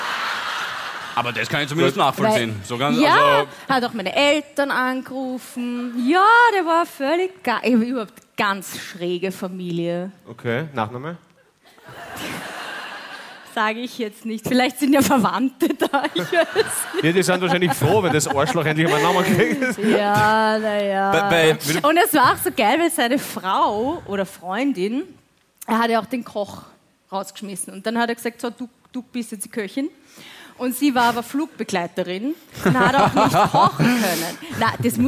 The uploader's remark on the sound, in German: LIVE - Klagenfurt